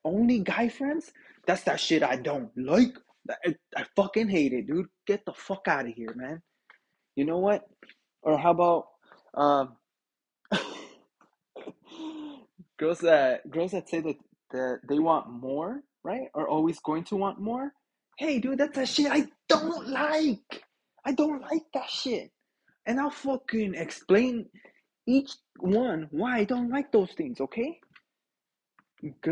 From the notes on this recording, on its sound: internet issues so bare with me.